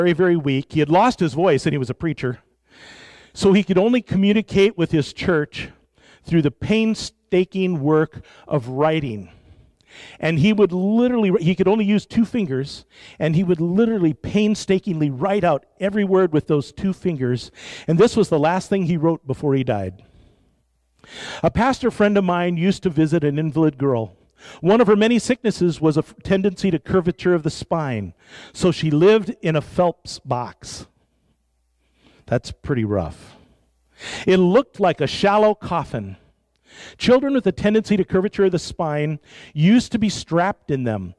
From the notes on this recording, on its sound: live from Sacramento First Church of the Nazarene in 2019